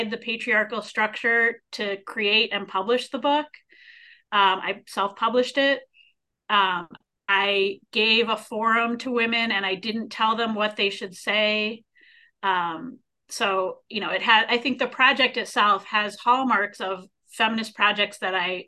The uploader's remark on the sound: A live webinar